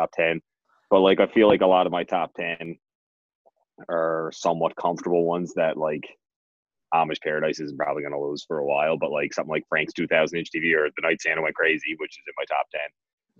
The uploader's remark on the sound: jump on an impromptu zoom call